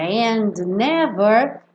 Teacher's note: esse D acabou sumindo para a gente poder passar de um N para o outro.